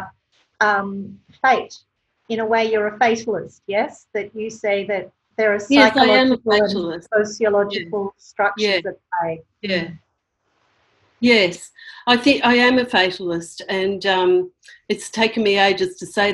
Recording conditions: video call